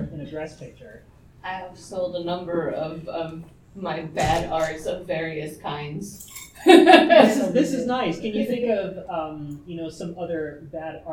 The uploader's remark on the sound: Tucson Comic Con 2023. Recorded live at Tucson Comic-Con on Saturday afternoon.